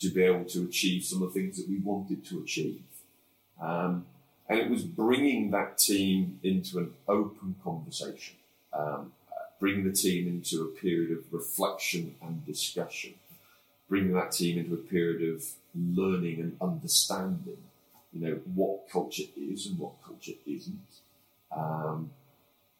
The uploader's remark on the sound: we apologise for the poor quality of this audio